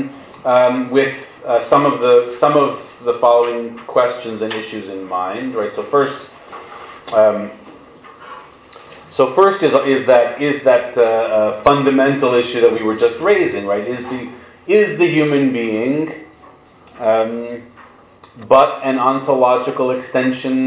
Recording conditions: large echoing room